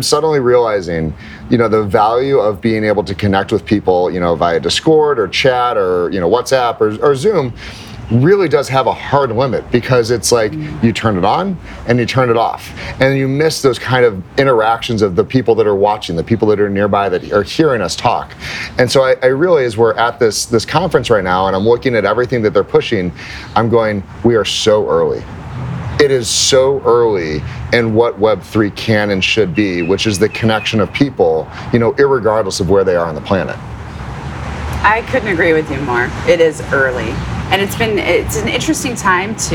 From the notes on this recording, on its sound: Live at Permissionless. The yWhales team reports from the Permissionless Conference and Expo in Palm Beach, Florida.